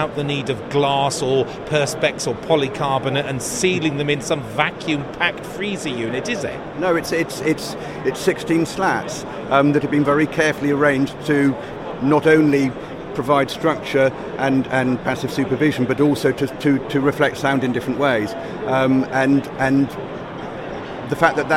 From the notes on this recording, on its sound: Live shows from the show-floor at BETT2018. Learniture At BETT2018.